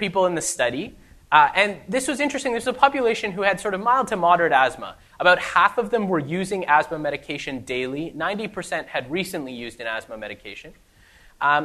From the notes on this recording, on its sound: This week’s episode is the second part of the live recording